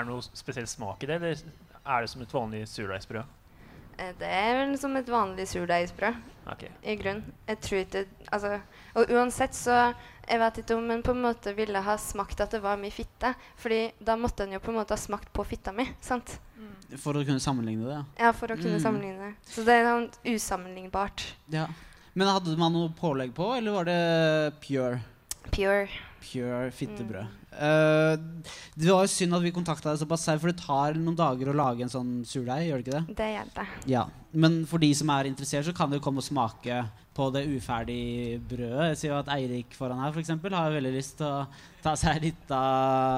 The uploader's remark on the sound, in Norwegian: Live fra Universitetsplassen under UiO-festivalen